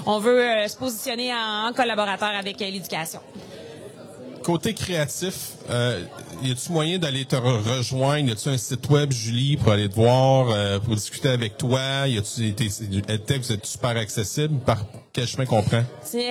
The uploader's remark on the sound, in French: L'entrevue a été enregistré au 41e congrès de l'AQUOPS